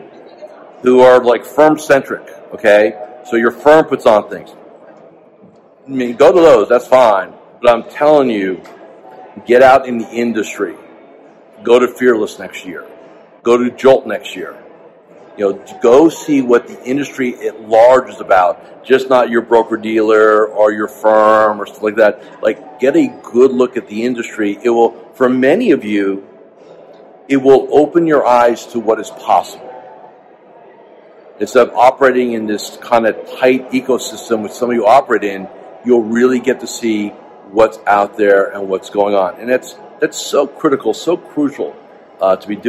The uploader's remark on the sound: Live From The Fearless Investing Summit